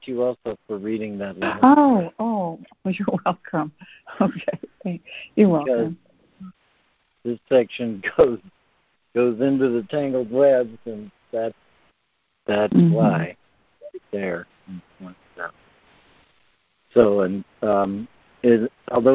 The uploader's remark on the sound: ACIM Daily Conference Call